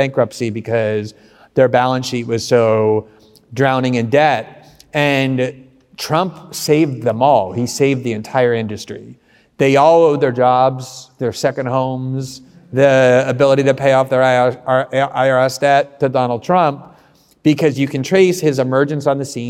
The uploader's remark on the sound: This conversation was recorded LIVE at the All-In Summit in Miami!